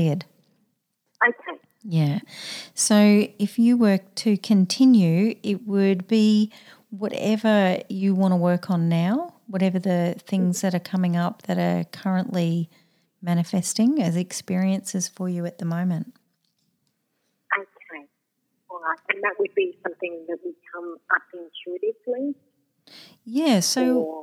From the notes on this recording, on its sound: we take calls